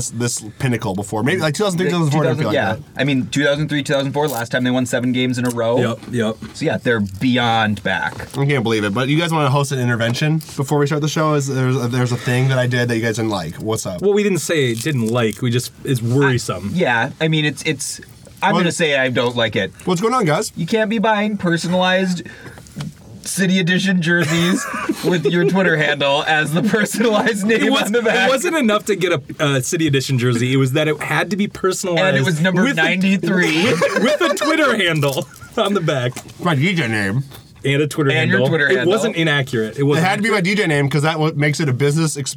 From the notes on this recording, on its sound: Live from the Back of the Top the Tater Van. We recorded this episode in the back of the Top the Tater Van in a parking lot down by the river in Stillwater.